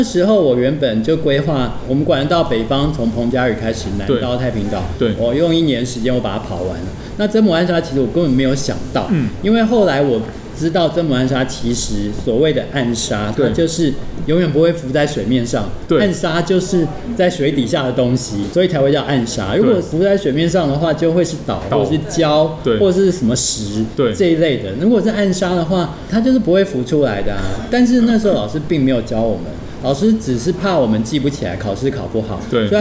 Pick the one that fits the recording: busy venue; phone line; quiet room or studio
busy venue